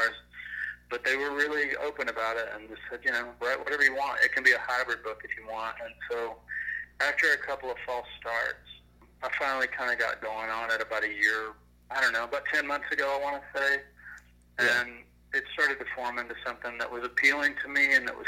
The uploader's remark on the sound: Burnt the phone lines.